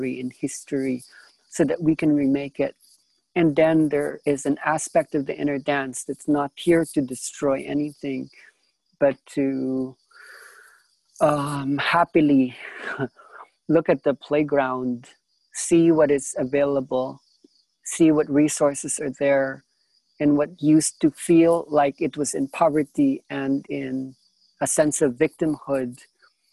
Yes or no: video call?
yes